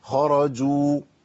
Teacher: الجيم لابد من بيان الشده والجهر، الصفتين اللي ايه اللي ملازمين لحرف الجيم، وبيان التعطيش بتاعها